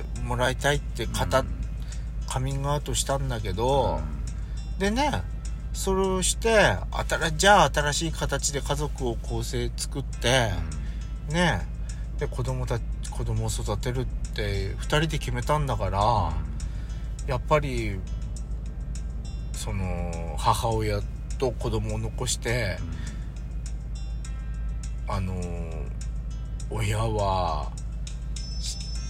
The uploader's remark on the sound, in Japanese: パーキング収録